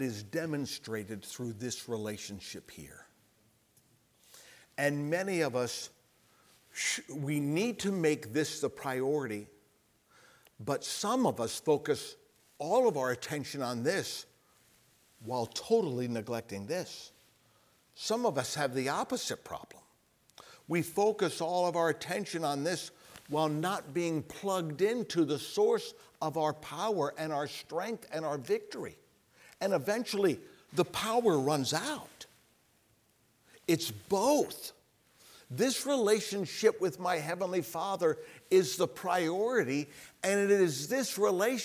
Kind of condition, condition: setting, large echoing room